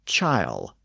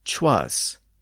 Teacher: It was common to replace the first-person pronoun I with a ch sound in parts of the West Country. So I will became chile, and I was became chwas.